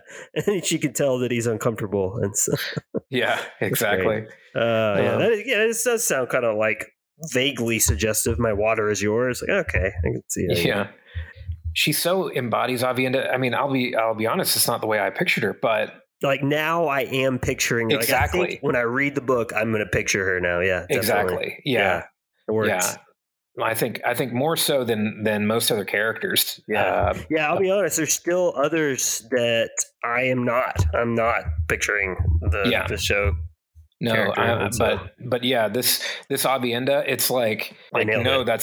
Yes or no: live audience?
no